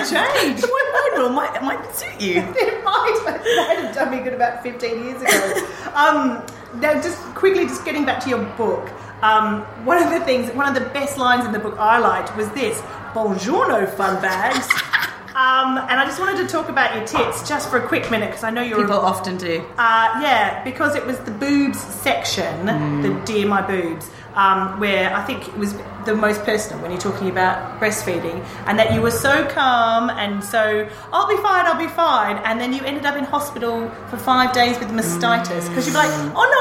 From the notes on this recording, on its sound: We are on location for this episode, coming to you live from the launch